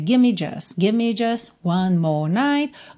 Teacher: O T do just some completamente, né? E até o V do give me some um pouco, né?